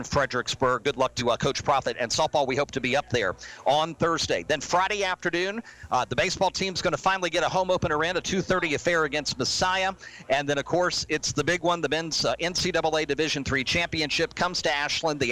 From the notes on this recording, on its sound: Live from SportsPage Grille Ashland